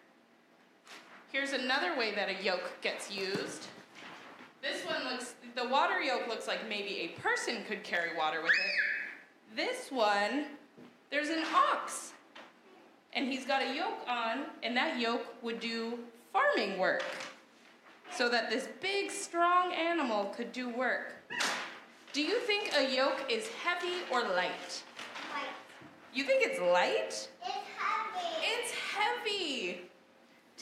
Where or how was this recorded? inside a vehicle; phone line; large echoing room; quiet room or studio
large echoing room